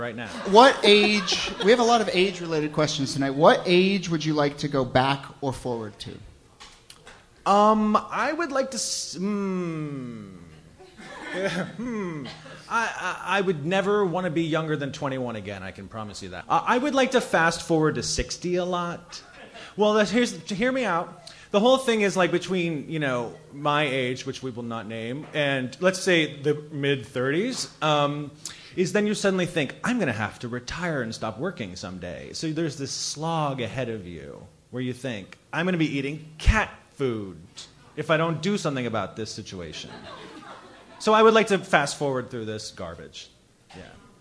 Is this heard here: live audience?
yes